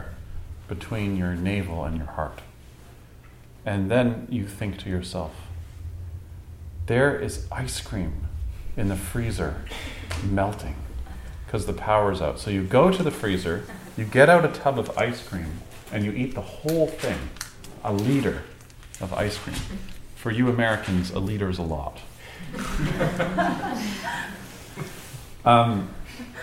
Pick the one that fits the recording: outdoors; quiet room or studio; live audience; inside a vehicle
live audience